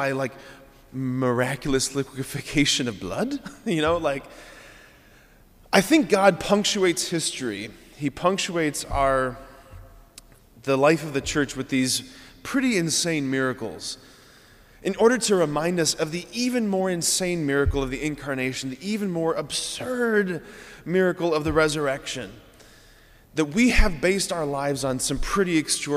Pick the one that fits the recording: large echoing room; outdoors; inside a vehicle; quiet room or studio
large echoing room